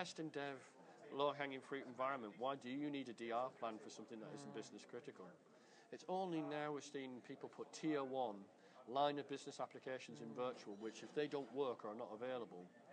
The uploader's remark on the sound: recorded at the Melbourne VMUG